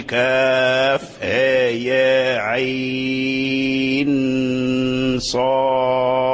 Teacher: أمالها ورشون، أمال الهاء والياء من كاف هايا عين صاد. ثم ها طه، أي وأمال ورشون الهاء من طه، سيأتي الكلام عليها إن شاء الله.